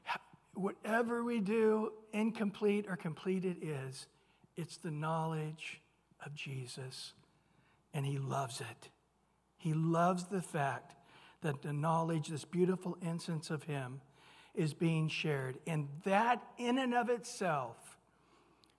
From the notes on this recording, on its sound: Recorded at Calvary Chapel of Los Alamitos on Mar 15 2023 on Wednesday evening sermon.